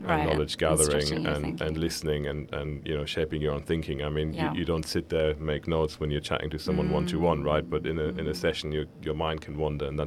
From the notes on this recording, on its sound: LIVE from Dubai. Looking Outside comes to you LIVE from the Dubai Future Forum, the largest gathering of futurists in the world.